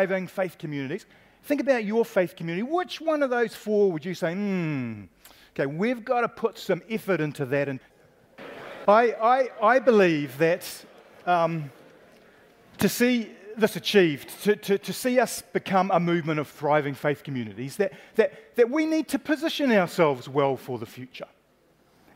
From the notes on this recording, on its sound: Panel at our Baptist National Hui 2019, Kia tupu whakaritorito: Positioning ourselves to thrive.